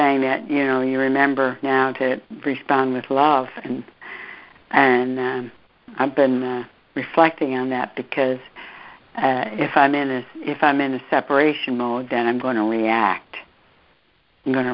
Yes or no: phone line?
yes